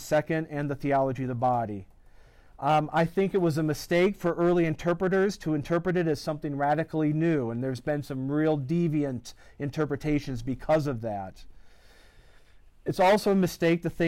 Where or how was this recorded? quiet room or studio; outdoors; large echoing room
large echoing room